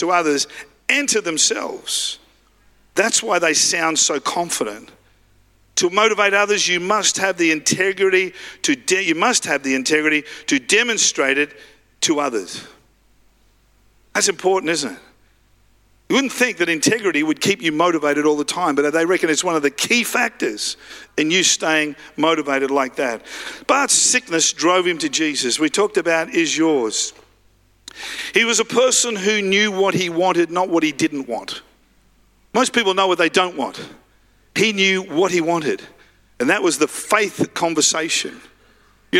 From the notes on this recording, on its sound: live at Freshwater Church